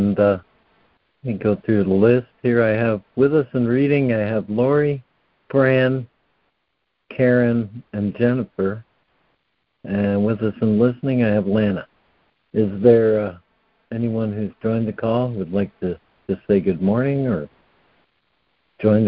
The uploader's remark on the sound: ACIM Daily Conference Call